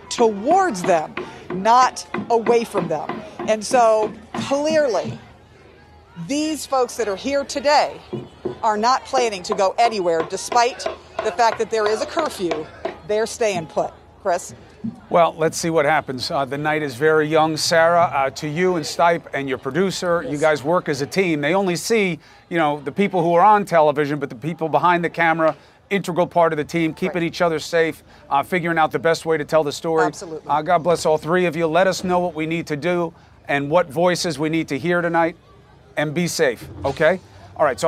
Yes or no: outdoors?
yes